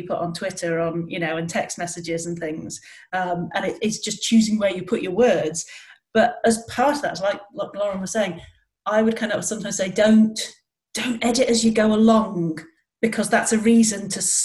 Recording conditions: video call